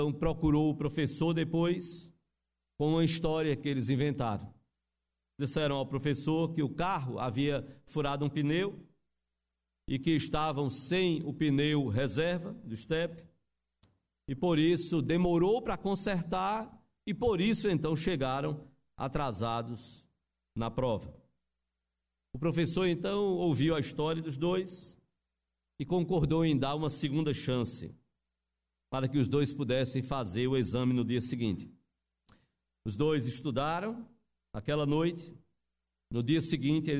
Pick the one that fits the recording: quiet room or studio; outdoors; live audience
live audience